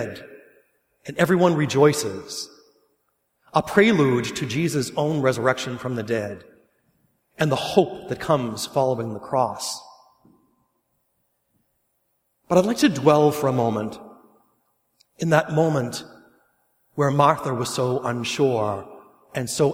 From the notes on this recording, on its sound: Mass for the 5th Sunday of Lent, recorded at St. John the Evangelist Church.